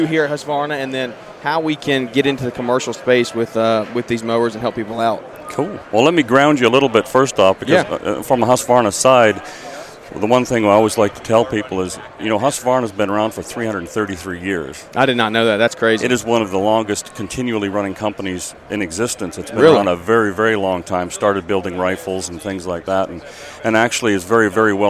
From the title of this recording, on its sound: Live At The Equip Expo 2022